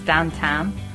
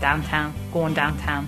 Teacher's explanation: Your classic ow sound goes to an ah · Term: classic Pittsburghese